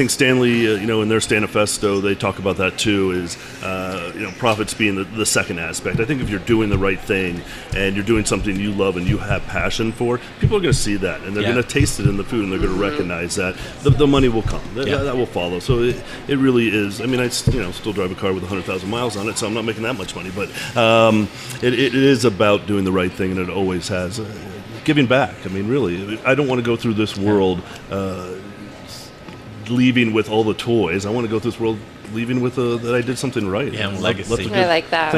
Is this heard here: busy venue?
yes